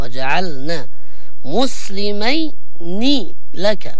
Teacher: معنا كلمة وجعل لابد من إظهار لام الفعل